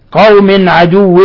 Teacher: تنوين كسر جاء بعده العين إظهار حلقي